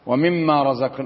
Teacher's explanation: ومما هنا حرف غنة مشدد مقداره حركتين